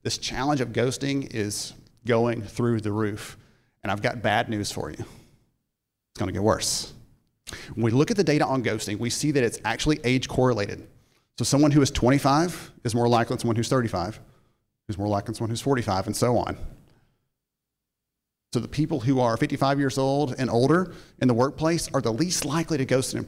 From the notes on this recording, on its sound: a short portion of his 2022 keynote address at the Recruitment Process Outsourcing Association Annual Conference in Chicago